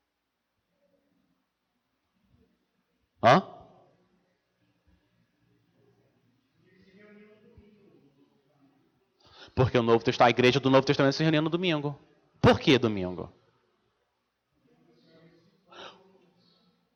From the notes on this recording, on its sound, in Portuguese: Mensagem gravada na Igreja Batista Jardim Minesota